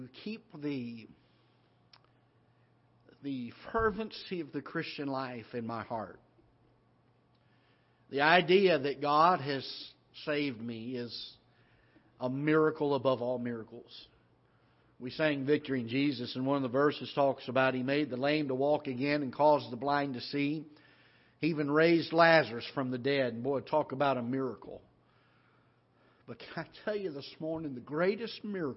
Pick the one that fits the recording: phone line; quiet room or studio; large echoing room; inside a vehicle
large echoing room